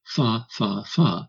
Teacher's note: not touching the lips, but clearly making the fricative sound fa, you absolutely hear fa, fa, fa.